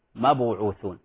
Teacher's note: كانت القلقلة قريبة إلى الضم، ما بوعوثون.